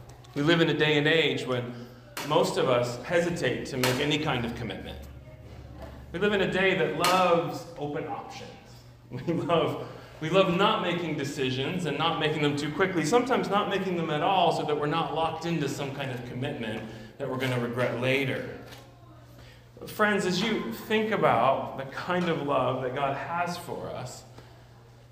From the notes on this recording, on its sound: at Immanuel Church of Orange County